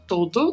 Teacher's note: Com o O bem fechado